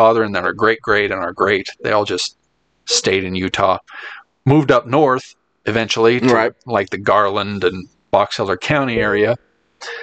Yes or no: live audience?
no